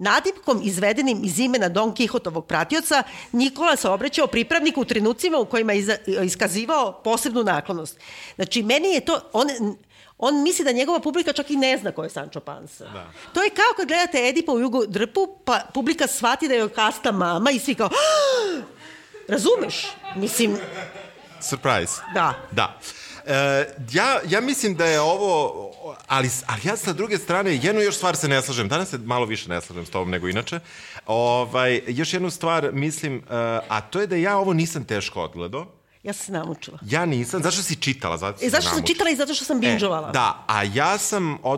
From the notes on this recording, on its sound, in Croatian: koju smo snimali uživo pred publikom od skoro osamdeset ljudi